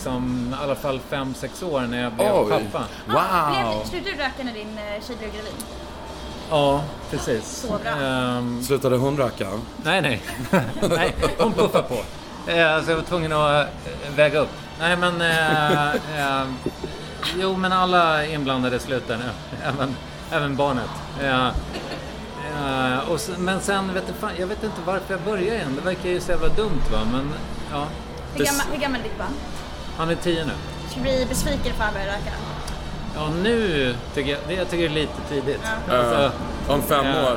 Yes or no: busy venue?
yes